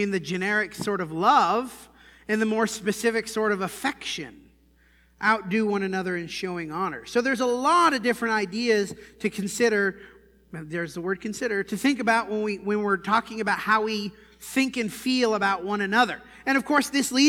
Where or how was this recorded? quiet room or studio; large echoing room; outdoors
large echoing room